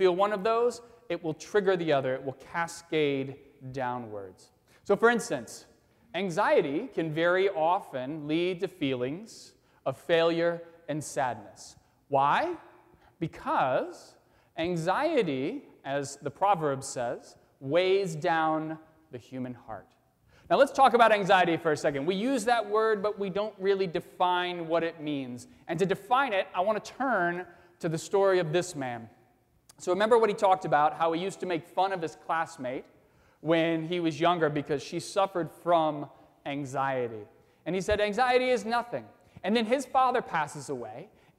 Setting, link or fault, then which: setting, live audience